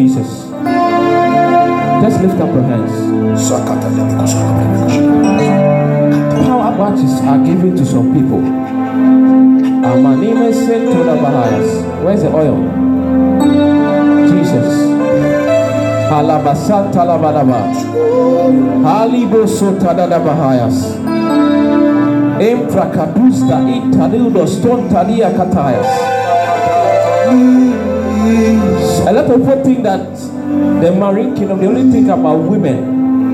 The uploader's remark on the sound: This message was preached at the Miracle Service.